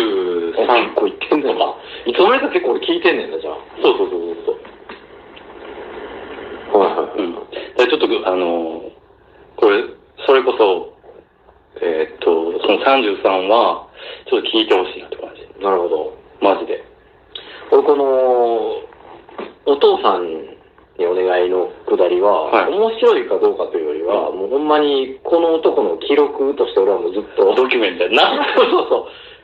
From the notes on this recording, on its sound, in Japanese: 音質最悪な僕たちは。笑い声あり。地獄の音質で、聴きにくくて本当に申し訳ございませんっ！